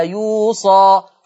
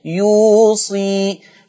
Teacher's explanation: حفص هيقرأ بصاد مفتوحة وألف مادية · Shown in: first take